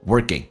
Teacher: come 经常有时候在快速的时候那个 how 说成一个单元音直接是说成 ha How come?为什么 how come my 降调读 life isn't working?记住美式发音这个可要变浊化而且 ing 形式要说成前鼻音说成 in 的形式